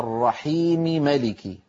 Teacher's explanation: التقى هنا ميمان في اللفظ لكن الميم الأولى متحركة فلا إدغام على رواية حفص ولا على قراءة نافع أيضا. كذلك إن كان